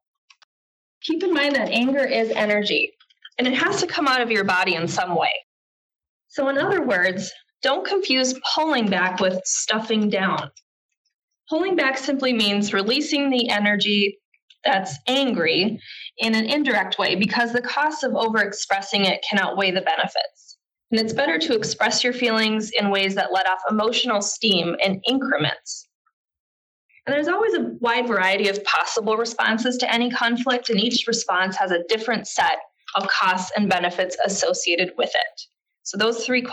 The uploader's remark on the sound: This is a podcast version of a Supervisory Development webinar recorded on April 18th, 2018.